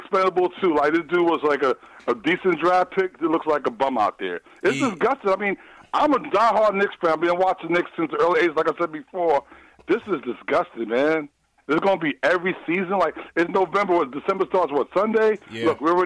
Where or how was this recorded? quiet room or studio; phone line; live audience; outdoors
phone line